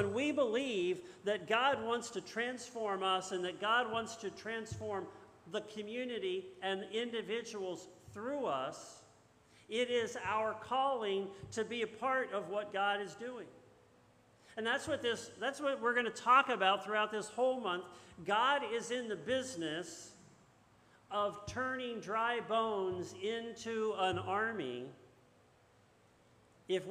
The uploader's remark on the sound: This message was first preached on 9/4/2022 at Linglestown Life’s Rockville Campus in Harrisburg, PA